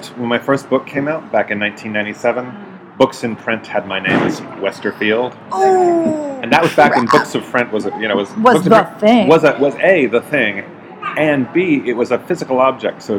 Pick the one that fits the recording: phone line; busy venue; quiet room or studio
busy venue